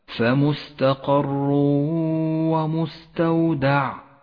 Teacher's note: عند قوله تعالى فمستقر ومستودع، جاء التنوين وبعده حرف الواو، والواجب أن يسقط التنوين من اللفظ، ولذلك لون بالرمادي، وأن نقف بغنة على حرف الواو زمنها حركتان · Term: الإدغام بغنة